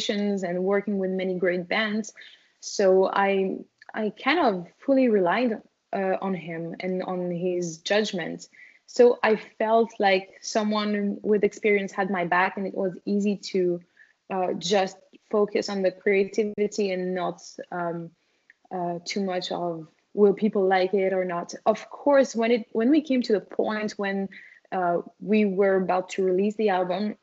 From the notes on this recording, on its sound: We had some download issues with Skype. I was hoping we would be able to salvage the entire conversation.